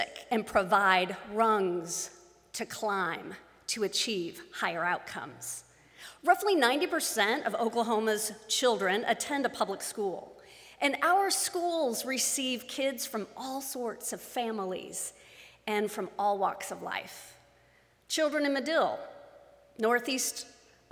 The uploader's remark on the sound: Live streamed from the sanctuary of Mayflower Congregational UCC Church of Oklahoma City.